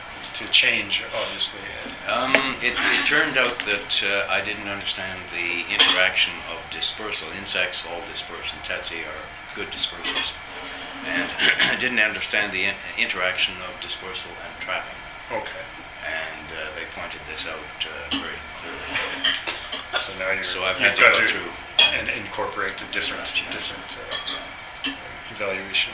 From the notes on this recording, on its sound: At the 50th Anniversary event at UBC. This podcast was recorded during CUSO-VSO's 50th Anniversary Kick-off celebrations in Vancouver, BC.